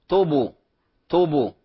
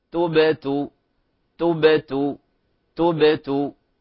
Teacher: قراءتها بضم الباء المقلقلة · Shown in: second take · لذلك لا بد من أداء الحرف الذي يسبقها بحركته التاء، نقول تو تو. · Term: القلقلة